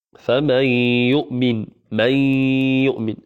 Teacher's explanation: هذا الإدغام ويكون فيه غنة · Term: الإدغام بغنة